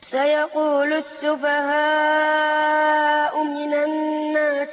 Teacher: والنون في كلمة الناس مشددة بتاخد غنة ايه؟ حركتين